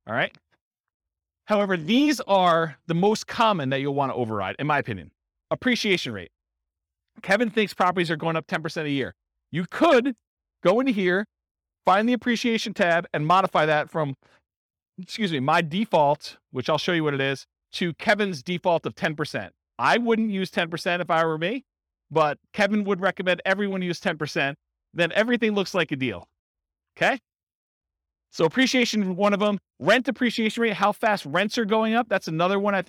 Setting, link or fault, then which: setting, live audience